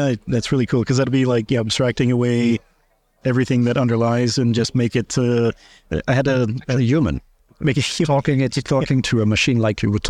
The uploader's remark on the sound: Recorded at Sibos.